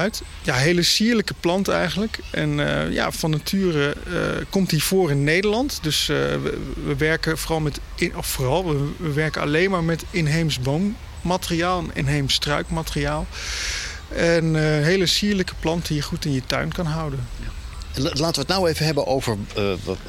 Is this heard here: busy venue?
yes